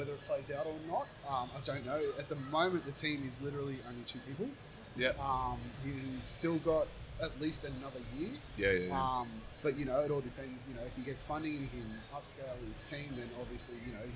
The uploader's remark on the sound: the P2 crew invaded PAX Australian en masse and in the process took over the Audio Technica Booth